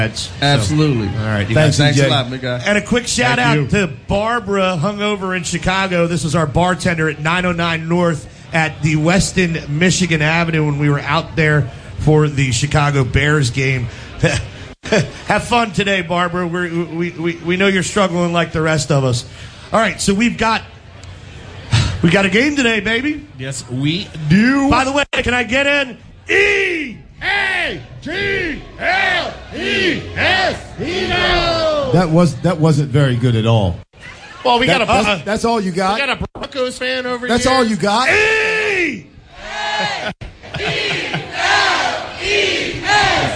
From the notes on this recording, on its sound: Green Legion Radio Pregame Show LIVE from our Saints Tailgate!